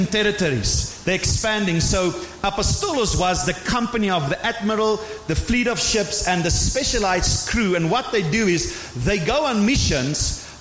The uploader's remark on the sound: Sunday morning service 11 February 2024. Proton Believers - Sunday morning service.